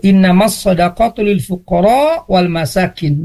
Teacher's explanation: orang tersebut membaca firman Allah Subhanahu wa taala ya dengan bacaan yaitu innamas shadaqatu lil fuqara wal masakin dengan pendek tanpa mad